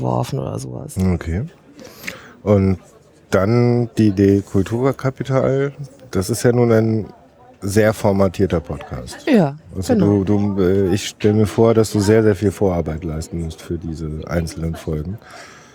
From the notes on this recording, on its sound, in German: Live vom 32ten Chaos Communications Congress